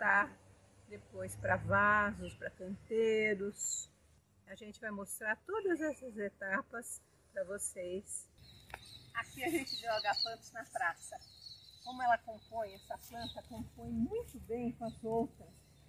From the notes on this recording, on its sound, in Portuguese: ESTE ÁUDIO FOI GRAVADO AO AR LIVRE, POR ISSO RUÍDOS VÃO SURGIR NA GRAVAÇÃO.